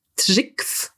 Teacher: das kriegt dann so einen Verschlusslaut am Ende